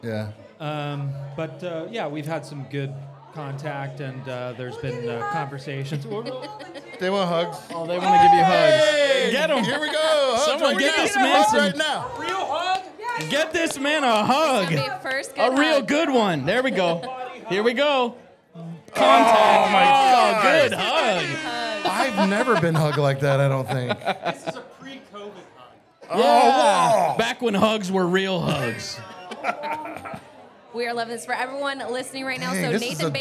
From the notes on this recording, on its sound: LIVE from Scaredycon at Taproom-120.